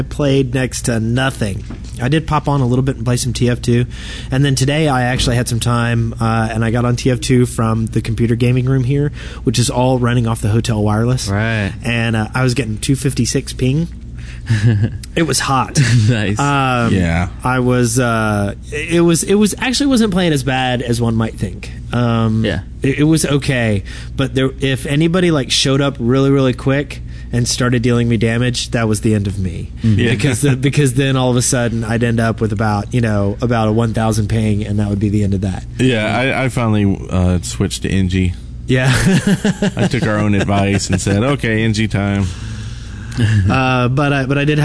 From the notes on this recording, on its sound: We had a blast and managed to record a CP episode right in the middle of the convention floor. Podcasting live from Play On Con in Birmingham Alabama over the 4th of July weekend. We had a blast and managed to record a CP episode right in the middle of the convention floor.